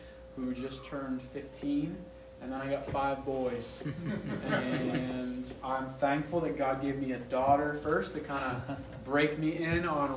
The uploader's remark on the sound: Session Three| Expository Preaching Conference